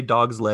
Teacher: this S, because it's a part of the word dog, is pronounced as a Z